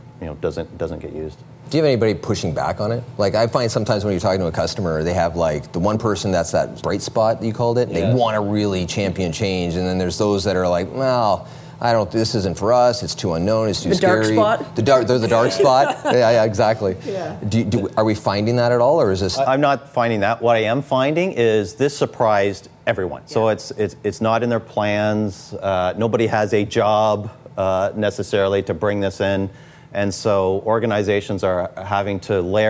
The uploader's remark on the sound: on location at their favorite watering hole